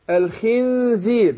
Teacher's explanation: خد بالك من الخاء المكسورة بتاخد أدنى درجات تفخيم. أقول الخنزير ماشي الخنزير يبقى تاخد أدنى درجات تفخيم إن شاء الله.